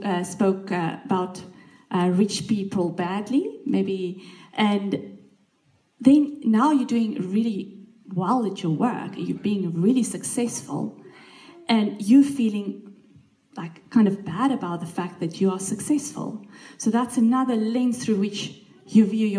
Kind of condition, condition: setting, live audience